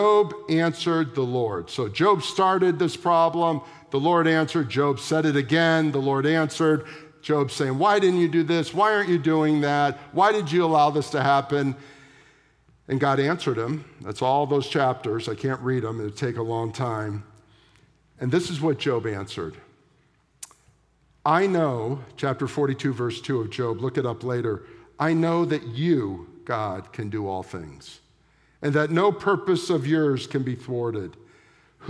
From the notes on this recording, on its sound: at the September 17, 2023 Sunday morning services of Boca Raton Community Church in Boca Raton, Florida